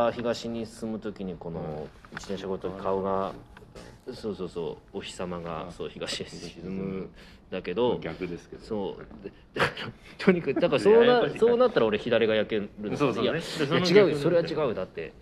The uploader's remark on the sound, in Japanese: 終演後の立ち話を収録しました。於 両国江戸東京博物館小ホール。